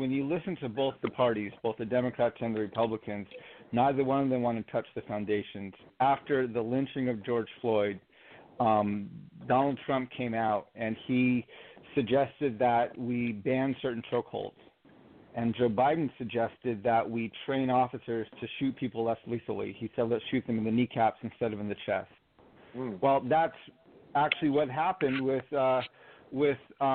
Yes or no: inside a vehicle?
no